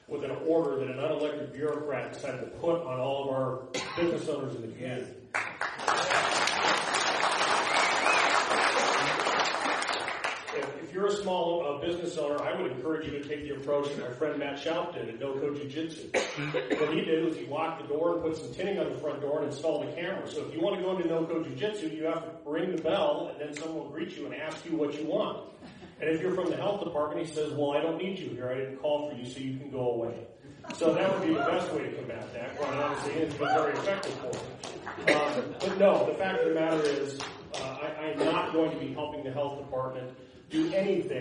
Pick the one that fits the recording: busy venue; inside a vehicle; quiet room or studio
busy venue